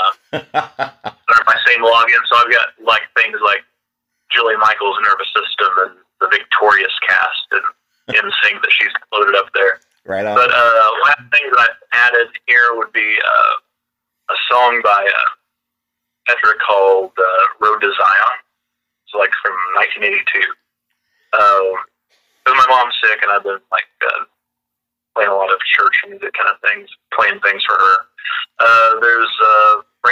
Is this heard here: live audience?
no